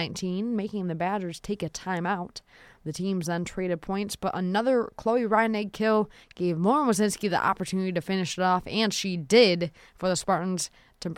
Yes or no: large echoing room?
no